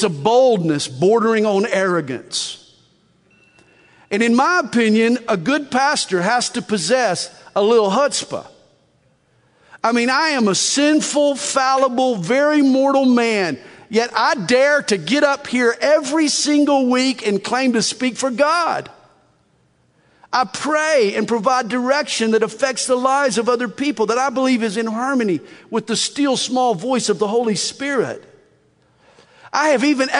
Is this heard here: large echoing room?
yes